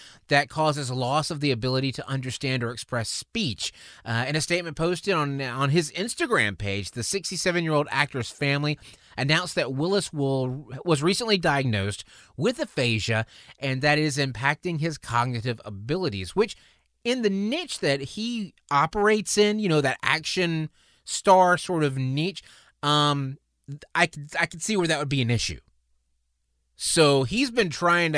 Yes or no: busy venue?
no